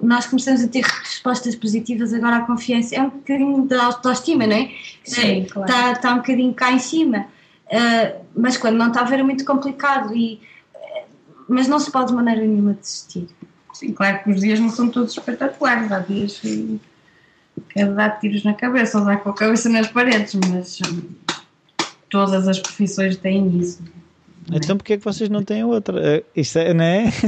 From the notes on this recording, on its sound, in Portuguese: Foi via Skype pois estavam no Porto, e eu na minha casinha. Durante a entrevista parecia-me ouvir ressonar, mas não quis dizer nada.